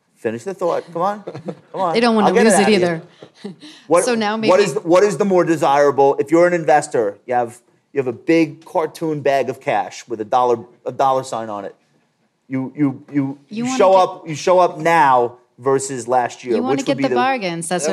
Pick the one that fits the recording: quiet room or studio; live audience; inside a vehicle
live audience